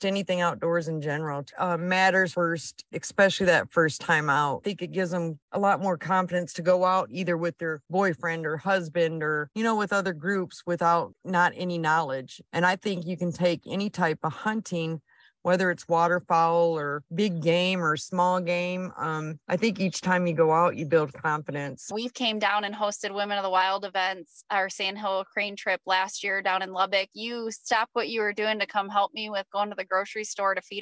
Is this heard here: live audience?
no